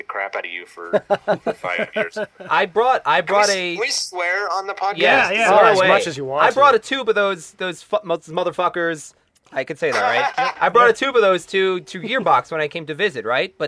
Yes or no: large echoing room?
no